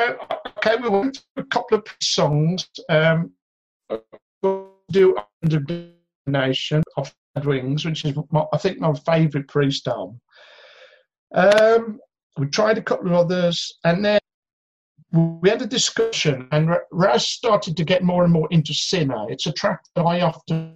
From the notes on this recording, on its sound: on a zoom call